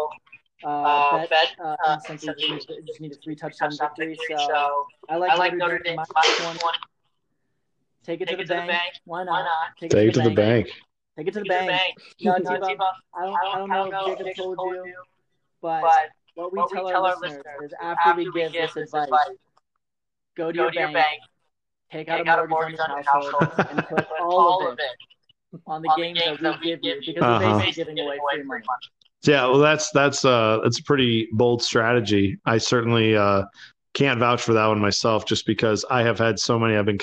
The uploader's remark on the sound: We apologize for the technical difficulties.